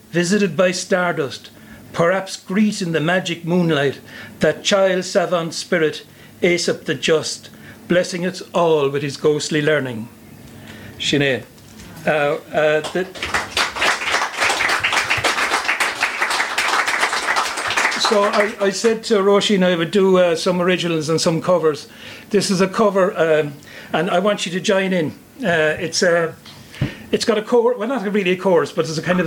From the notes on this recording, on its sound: Recorded live on Poetry Day Ireland April 27th 2023 at the Snug, Mountshannon.